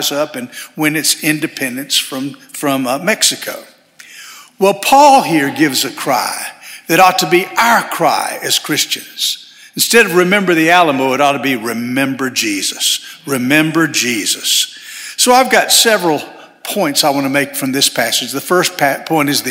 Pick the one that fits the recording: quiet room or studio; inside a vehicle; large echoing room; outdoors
large echoing room